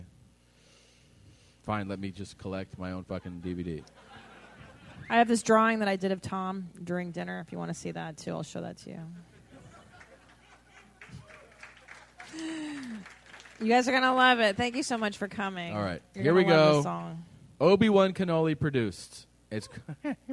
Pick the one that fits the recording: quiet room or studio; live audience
live audience